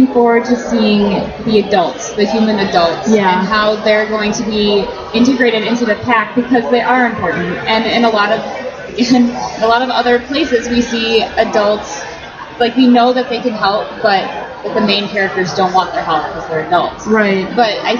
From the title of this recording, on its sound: Live from Indy PopCon 2014